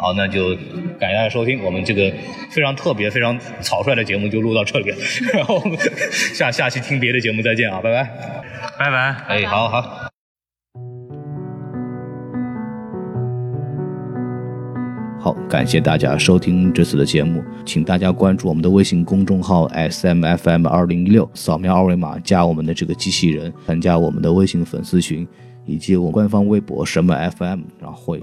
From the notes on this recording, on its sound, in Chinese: 本节目为影展现场录制，音质草率请注意收听。在平遥电影宫的现场给大家录了一期简单的节目。